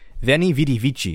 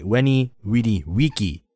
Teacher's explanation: the V is kind of like a W, and the C is always like a K sound · Shown in: second take · Term: classical